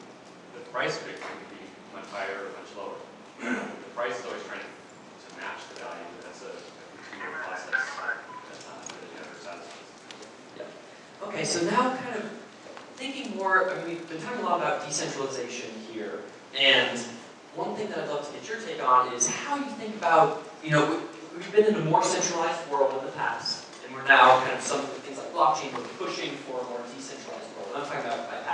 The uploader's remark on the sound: Keynote Fireside Chat at Denver Startup Week